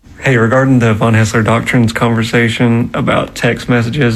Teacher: He has a little bit of a vocal fry.